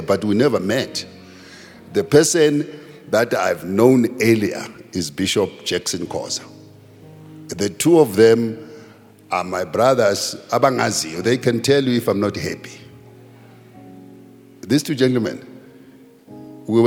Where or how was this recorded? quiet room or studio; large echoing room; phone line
large echoing room